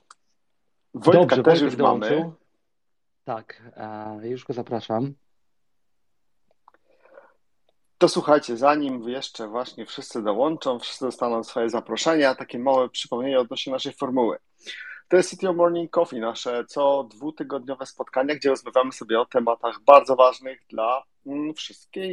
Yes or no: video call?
yes